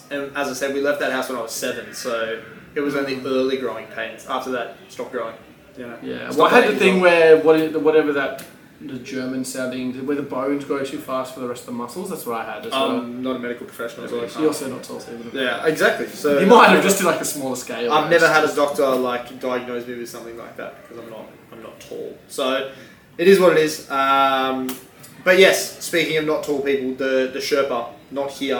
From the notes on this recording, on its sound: Audio sucks.